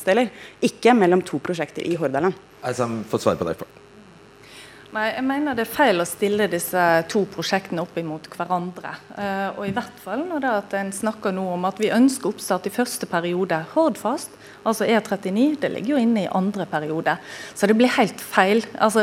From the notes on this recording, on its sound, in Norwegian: Vi er midt i Bergen sentrum på Ole Bull scene - med et herlig bergenser-publikum.